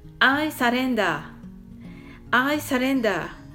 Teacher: 日本語では愛されているんだが砕けた形のアイサレンダーと聞こえます。完全なダジャレですね。 I surrender とダーを伸ばして発音してくださいね。